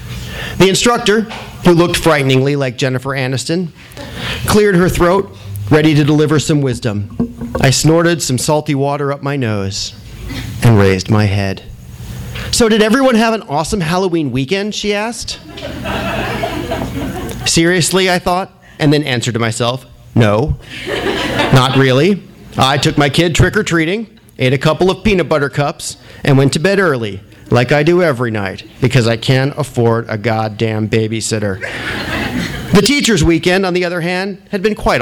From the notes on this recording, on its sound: THIS EVENT WAS RECORDED LIVE AT SKYLIGHT BOOKS SEPTEMBER 7, 2010.